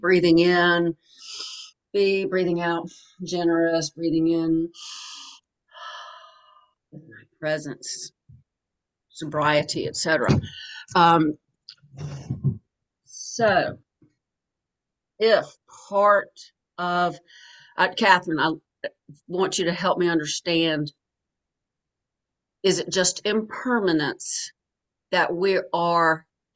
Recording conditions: video call